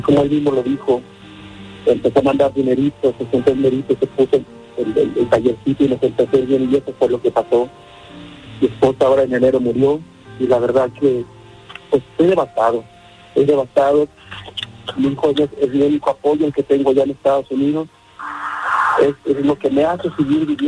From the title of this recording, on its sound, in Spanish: tuvimos una Llamada especial